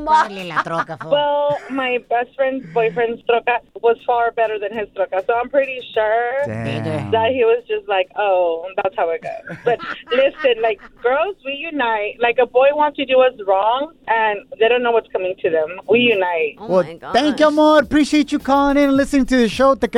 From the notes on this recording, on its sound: We opened up the phone lines and asked our listeners the craziest thing they've done to get their exes jealous!